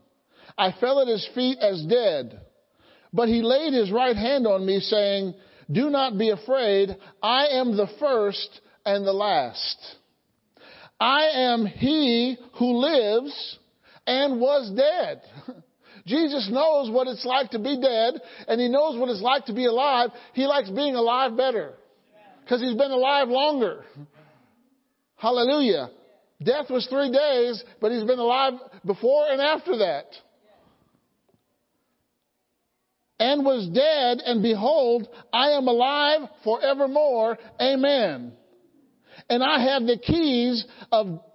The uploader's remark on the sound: Sunday Morning Service